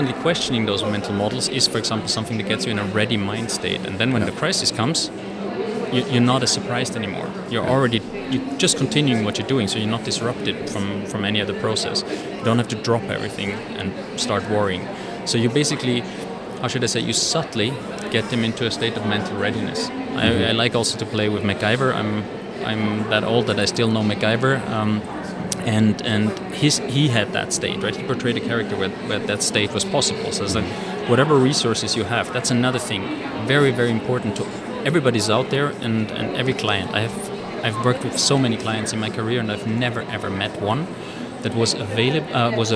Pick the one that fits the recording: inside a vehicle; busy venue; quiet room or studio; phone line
busy venue